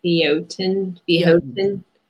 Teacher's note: So it says learn how to pronounce, and then it says pronunciation guide with an H instead of an R. So it's pronounced without the R, like you're from Boston.